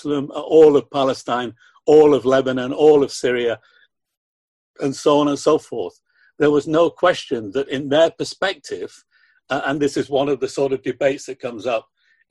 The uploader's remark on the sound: We would like to thank our colleagues in the Palestine Solidarity Campaign in England and Wales for granting us permission to use the audio of this webinar which was organised by them.